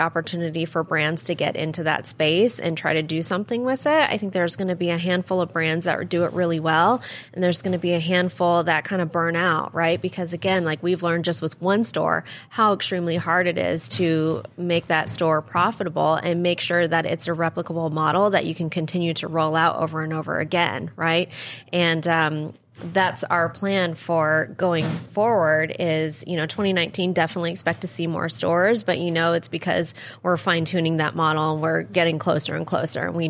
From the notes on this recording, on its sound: Recorded on Tuesday, August 8th from the eTail East tradeshow in Boston. From the eTail East tradeshow in Boston .